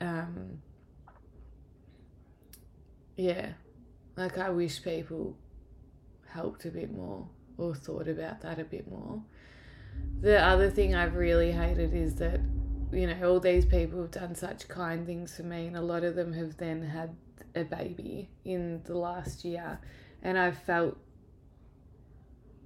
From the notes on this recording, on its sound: apologies for the background noise